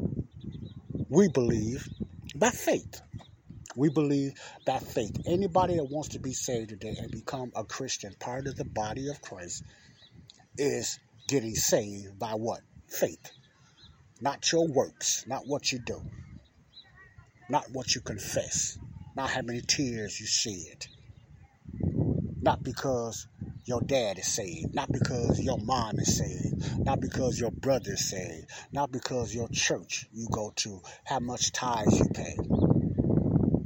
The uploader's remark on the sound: this is my outside talk